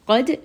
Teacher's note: قَاف is going to be heavy. دَال has قَلْقَلَ.